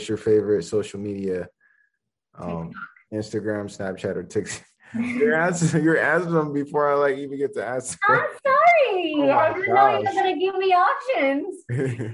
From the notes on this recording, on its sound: full zoom interview